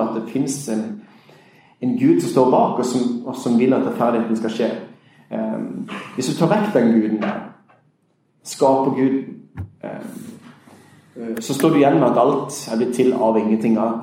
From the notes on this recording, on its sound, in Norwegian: I denne episoden gjester vi skeptiker uka på Universitetet i Agder i regi av Laget som er et kristent studentsamfunn. Vi skal spille inn en episode av «Pastoren og Psykologen» med publikum i salen.